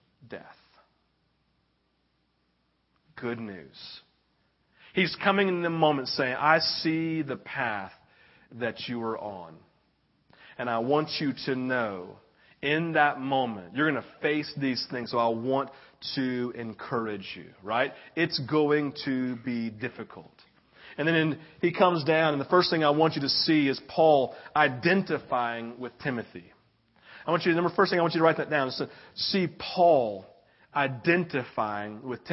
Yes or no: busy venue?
no